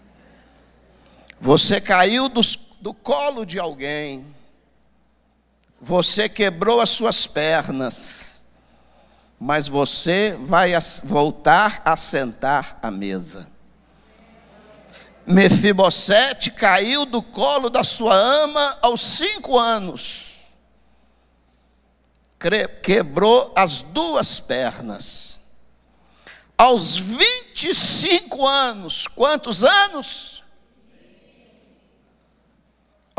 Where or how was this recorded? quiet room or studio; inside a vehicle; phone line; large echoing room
large echoing room